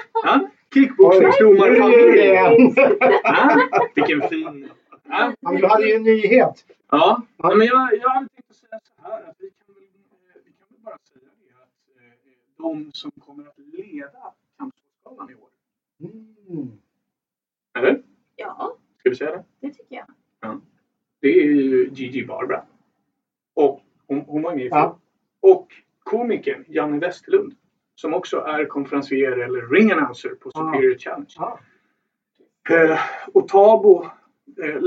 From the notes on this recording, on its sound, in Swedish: Vi beklagar ljudkvalitén i veckans avsnitt.